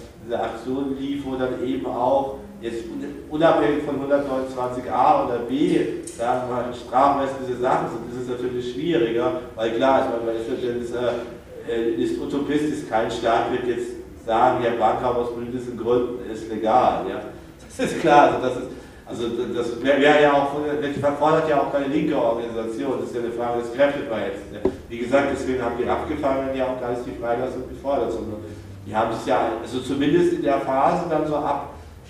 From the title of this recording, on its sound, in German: Mitschnitt einer Veranstaltung